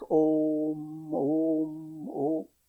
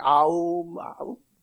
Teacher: A plus U becomes O in Sanskrit grammar · Shown in: first take · So therefore you pronounce Om, Om, O.